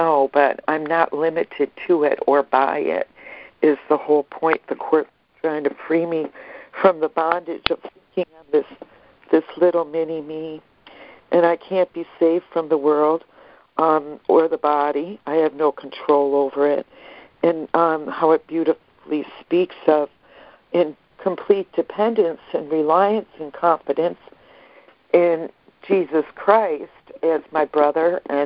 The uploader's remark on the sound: ACIM Daily Conference Call